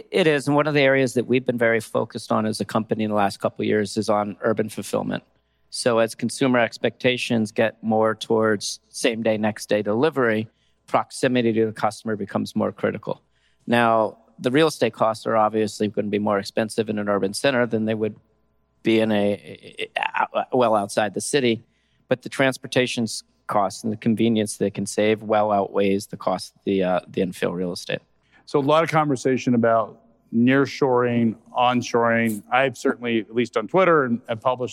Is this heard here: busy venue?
yes